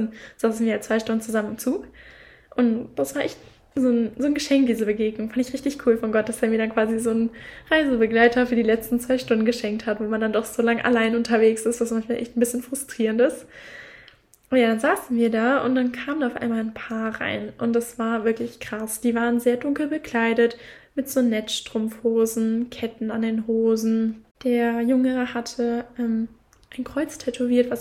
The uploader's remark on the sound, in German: Sorry für die Hintergrundgeräusche.